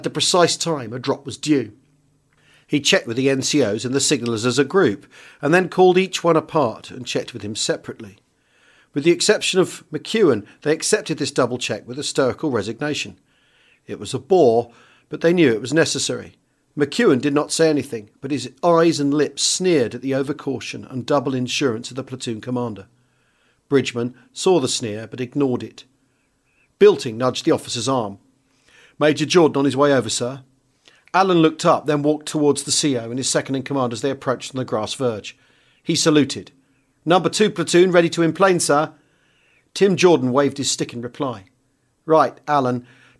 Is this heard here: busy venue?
no